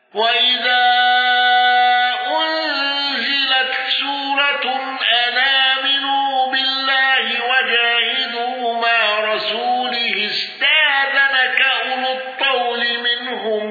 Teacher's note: قالون بتوسط المنفصل وصلة ميم الجمع ولم يندرج معه أحد